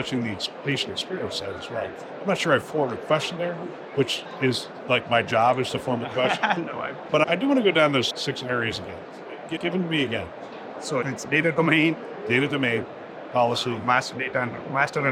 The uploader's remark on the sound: Live from the HIMSS Conference